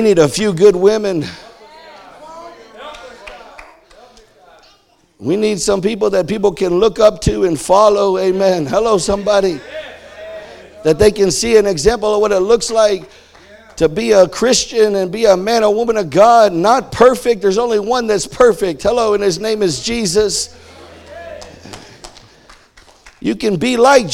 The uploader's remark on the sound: This is the first sermon of our Harvest Time Conference.